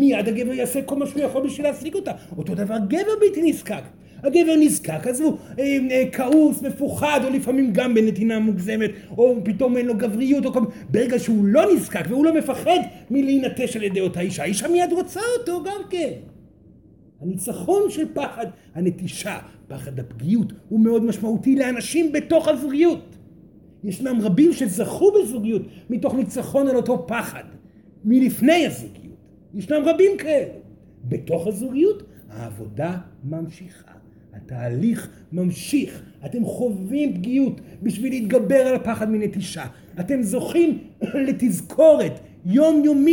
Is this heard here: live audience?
yes